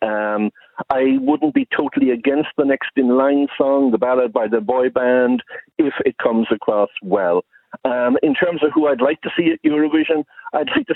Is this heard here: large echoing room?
no